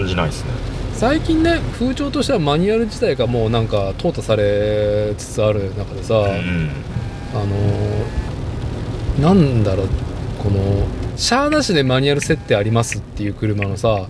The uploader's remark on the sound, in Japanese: 屋外収録「スズキJB64Wジムニー」。